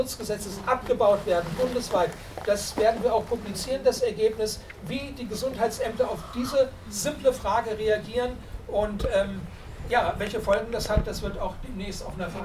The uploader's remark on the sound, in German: Mitschnitt der im FranzK (Reutlingen) am 11.10.2019 stattgefundenen Veranstaltung.